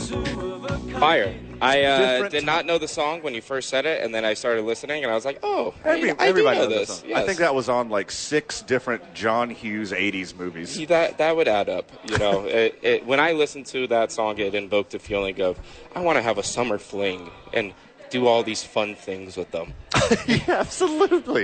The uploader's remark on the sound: live from Red Door Brewery Downtown Albuquerque